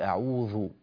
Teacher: الملاحظة الأولى في قوله تعالى في بداية الاستعاذة عندما قرأت أعوذ بالله، رقق الذال بارك الله فيك، أعوذ ولا تقل أعوذ، أعوذ هكذا صارت الذال ظاء أو قريبة من الظاء